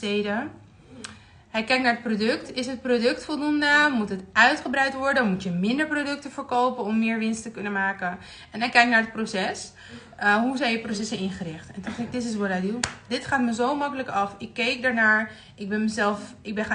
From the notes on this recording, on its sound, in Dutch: Hierbij de opname van mijn Instagram live.